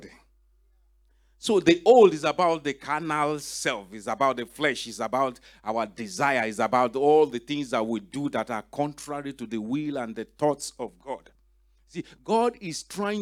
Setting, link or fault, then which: setting, large echoing room